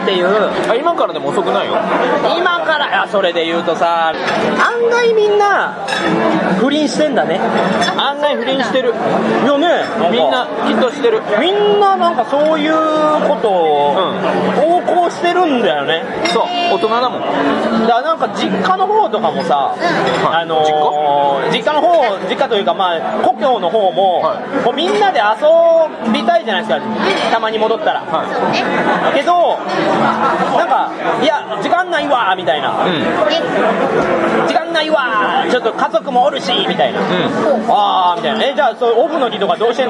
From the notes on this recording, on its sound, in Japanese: 店内収録のため、騒音雑音が激しく入っております。